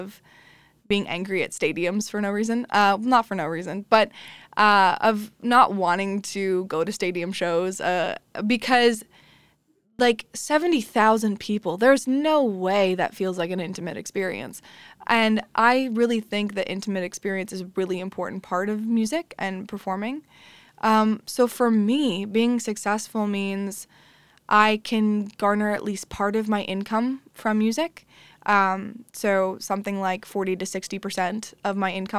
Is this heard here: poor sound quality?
no